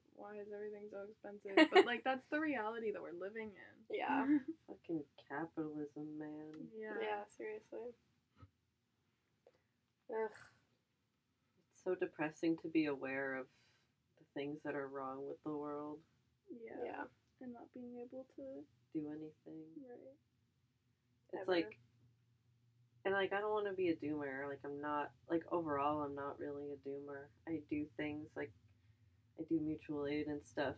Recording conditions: poor sound quality